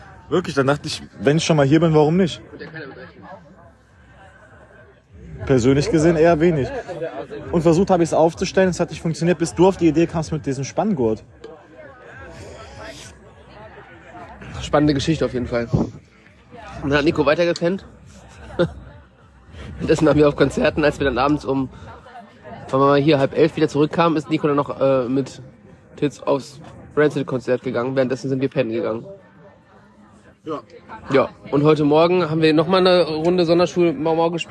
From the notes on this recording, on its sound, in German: Live vom Jera On-Air Festival. Am letzten Tag des Jera On-Air Festival geben wir euch ein kleines, mit dem Handy produziertes Update.